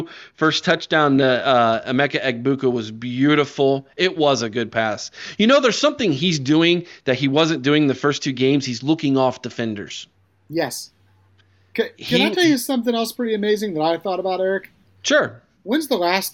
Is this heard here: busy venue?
no